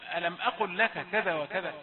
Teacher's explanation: الاستفهام لازم يظهر في صوتك عندما تقول لواحد ألم أقل لك كذا وكذا، لا تقولها بصيغة إخبار